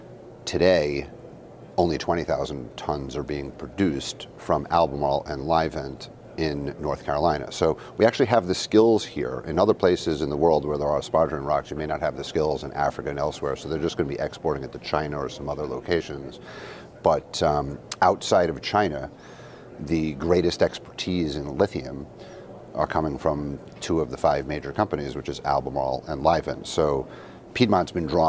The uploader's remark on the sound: Interview at Benchmark Minerals Conference